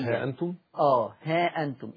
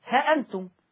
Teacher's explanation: يقرأ بحذف الألف اللي بين الهاء والهمزة